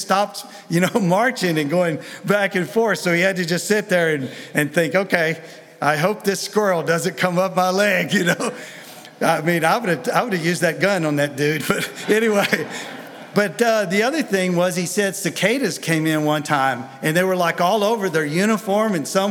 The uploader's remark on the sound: Sunday Message recorded 05 February 2023